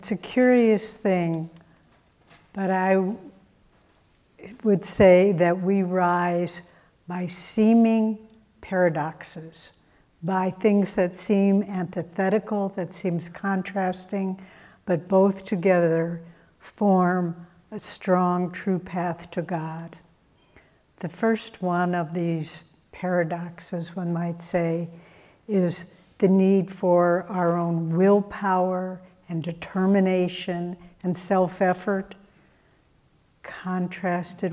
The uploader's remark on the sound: Sunday Service talk. Recorded at Ananda Village on June 11th 2023.